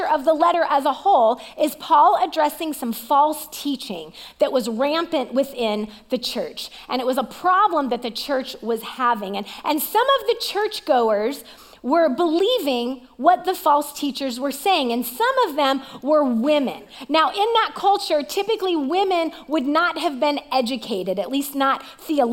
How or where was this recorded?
large echoing room